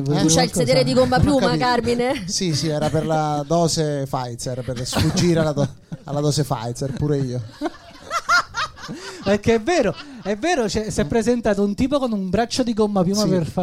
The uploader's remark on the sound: Live dal GhePensiMi di Milano